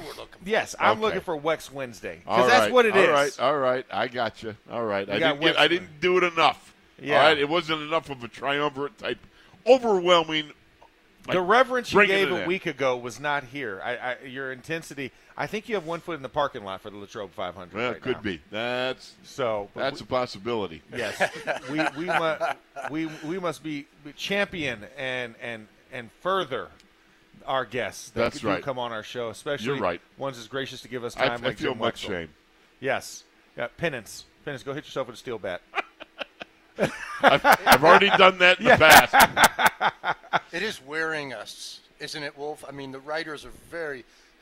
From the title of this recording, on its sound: ITL Live from Steelers Camp Day 15